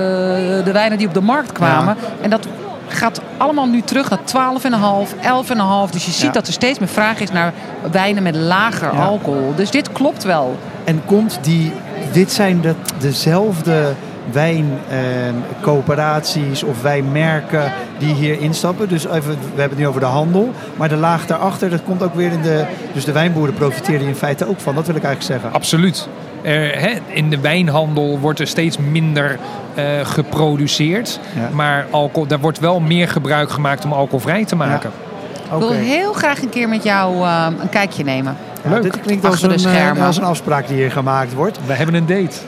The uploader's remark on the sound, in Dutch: Vandaag live vanaf de Horecava